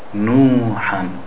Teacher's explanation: Dhamma on the noon with the wow, pronouncing it, we pronounce it two harakat, two beats.